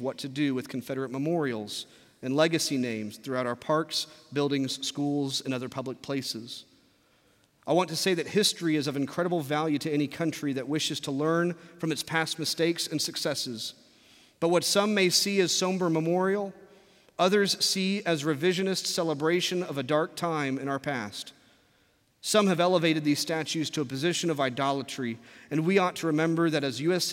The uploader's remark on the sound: from our Traditional service in the Sanctuary